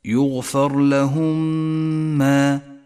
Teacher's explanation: المثال التالي على حكم الإدغام الشفوي عند قوله تعالى إن ينتهوا يغفر لهم ما قد سلف، يغفر لهم ما، الميم الساكنة وبعدها ميم متحركة، ندغم الأولى بالثانية فتصيران ميما واحدة مشددة · Term: إدغاما شفويا